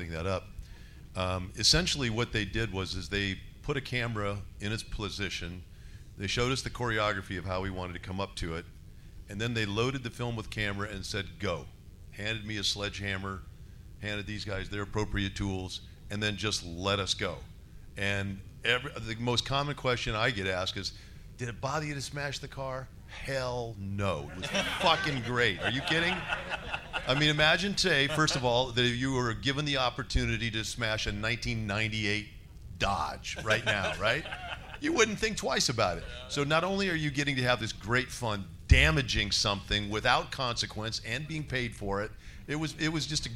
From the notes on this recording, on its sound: LIVE From Flashback Weekend Horror Convention! Recorded LIVE from the stage at The 2023 Flashback Weekend Horror Convention. Have fun with the Flashback audience.